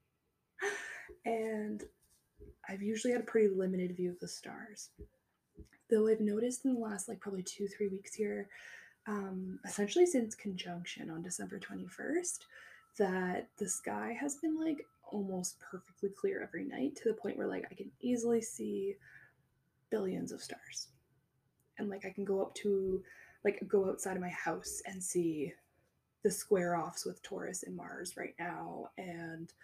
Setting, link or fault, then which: fault, sounds in the background